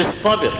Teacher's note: حرف الطاء ده من حروف الاستعلاء والتفخيم